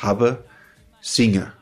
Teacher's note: am Wortende, bei wir haben, singen und so weiter, fällt das N weg